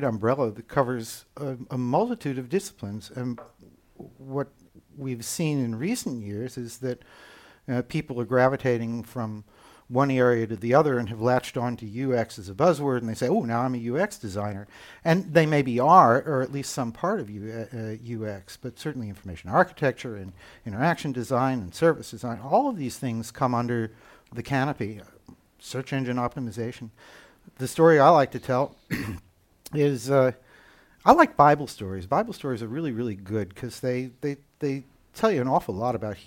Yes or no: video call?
no